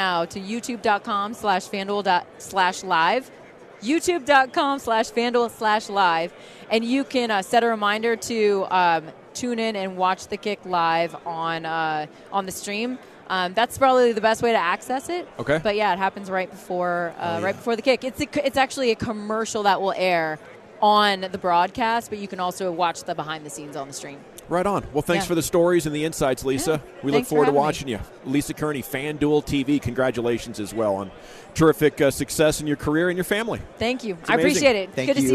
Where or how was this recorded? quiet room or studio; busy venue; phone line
busy venue